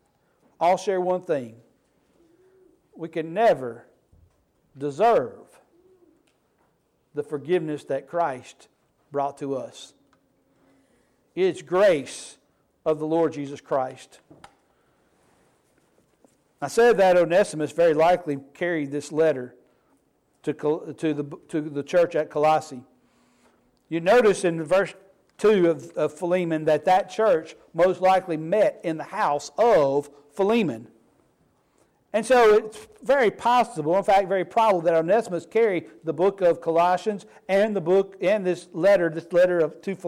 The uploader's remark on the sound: Sermon Preached on 7/23/23 at the Snowdown Church of Christ